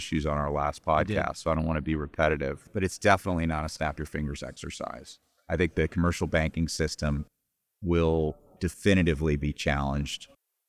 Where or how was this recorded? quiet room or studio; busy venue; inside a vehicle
busy venue